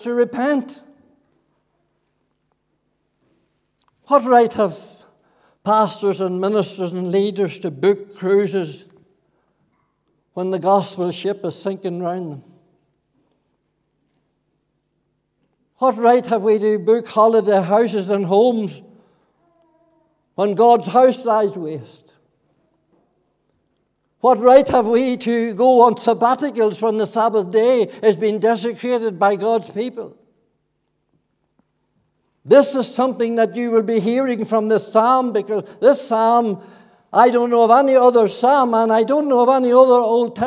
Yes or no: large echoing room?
yes